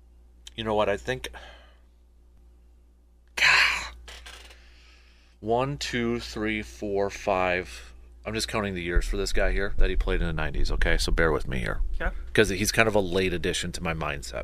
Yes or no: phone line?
no